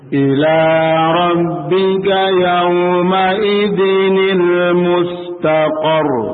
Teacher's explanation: menghilangkan satu harokat dari tanwin, kemudian datangkan nun, nunnya berharokat kasrah